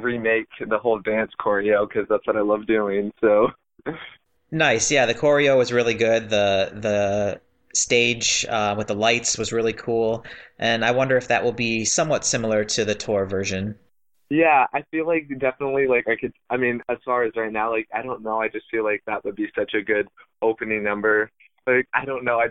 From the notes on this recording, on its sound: A number of our devoted and ruthless listeners took a short break from their jam sessions to hang out with us on our live call-in on Sunday!